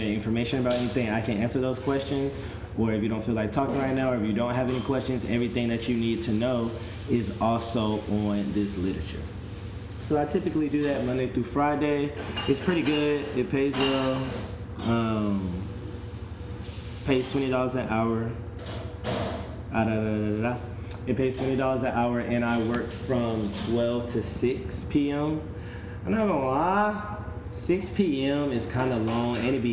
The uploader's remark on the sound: The background noise on this trailer is my roommate/frat brother/line brother that wanted to make the most noise in the world while he was meal prepping for the week.